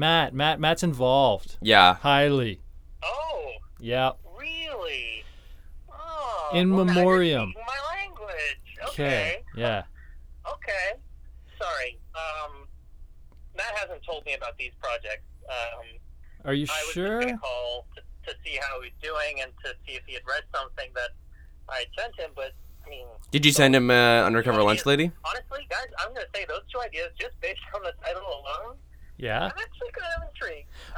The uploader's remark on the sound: While recording this episode, they get a spontaneous accidental phone call